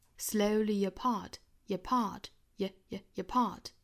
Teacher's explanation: 再和后面的 apart 做连读需要加一个 ye